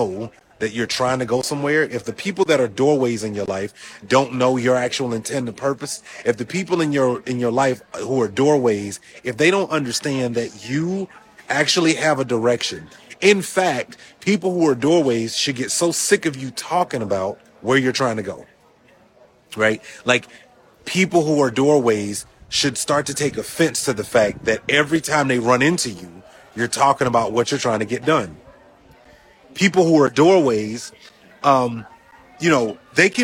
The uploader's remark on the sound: Recorded October 4th from Vegas at the Next Level Mastermind !